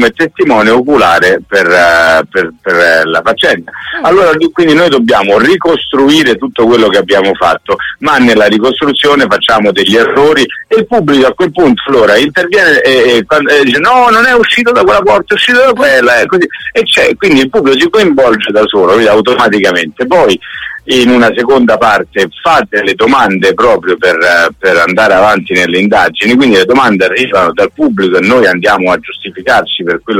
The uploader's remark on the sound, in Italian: In occasione dello spettacolo "Forbici e Follia" a Milano. Al telefono. Su RadioDanza.